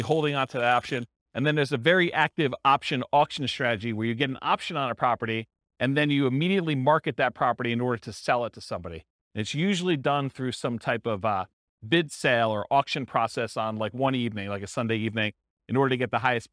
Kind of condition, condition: setting, live audience